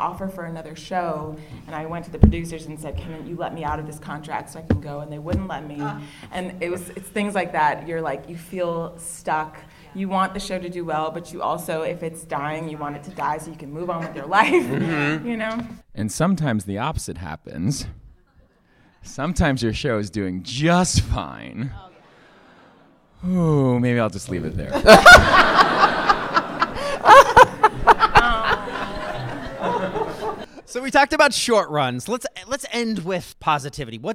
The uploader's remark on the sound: Before a live audience at BroadwayCon.